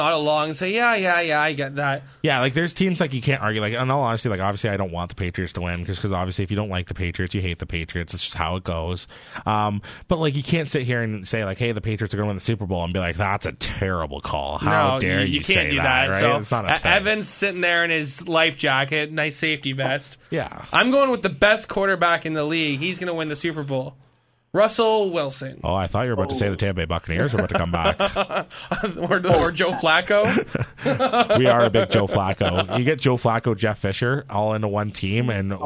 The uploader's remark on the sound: In the final segment, we go to the phone lines and bring in a special guest to look forward to the rest of the NFL season.